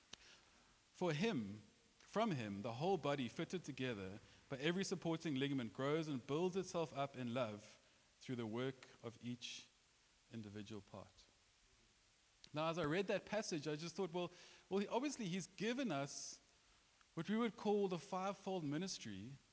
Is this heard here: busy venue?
no